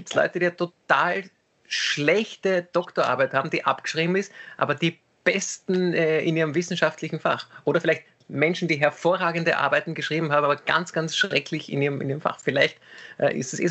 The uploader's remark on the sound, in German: Aufzeichnung einer ZOOM Session